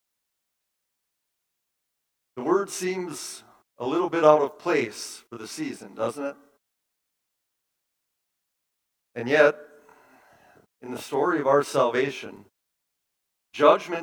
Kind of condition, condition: setting, large echoing room